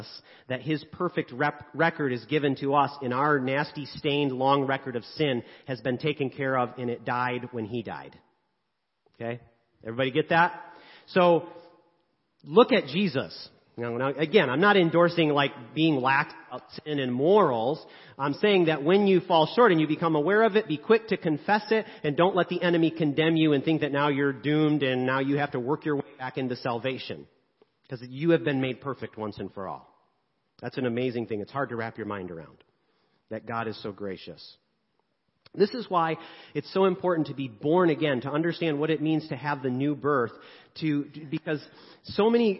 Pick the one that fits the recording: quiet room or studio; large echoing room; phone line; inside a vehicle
large echoing room